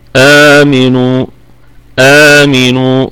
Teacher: فالميم والنون في الدرجة الخامسة من درجات الغنة، أي في أقل درجات الغنة